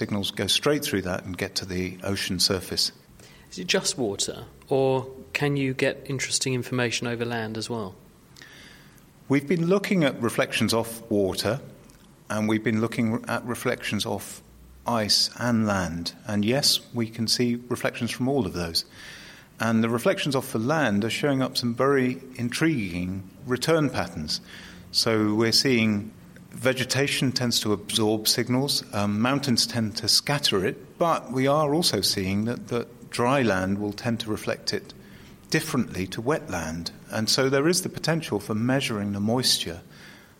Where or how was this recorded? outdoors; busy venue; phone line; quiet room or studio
busy venue